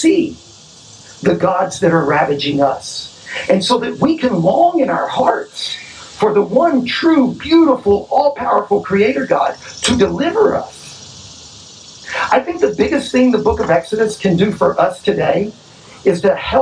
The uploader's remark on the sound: Our apologies for the sound quality. The sermon was preached outdoors and we weren't able to fully remove the noise and distortion.